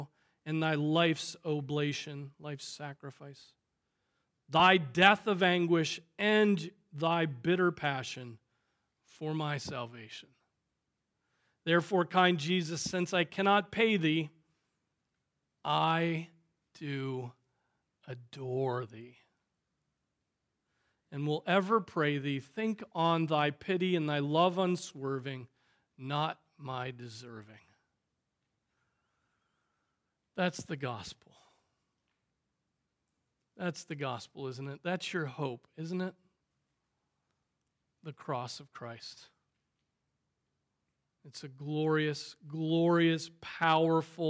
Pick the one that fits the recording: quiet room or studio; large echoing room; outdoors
large echoing room